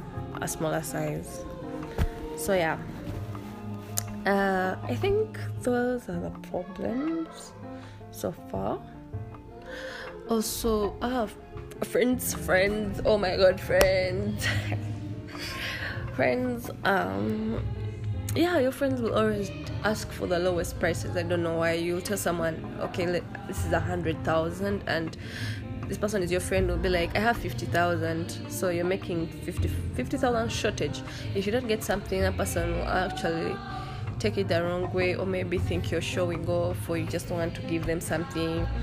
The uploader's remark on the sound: Forgive me for the background noises my siblings don’t know how serious my podcast is.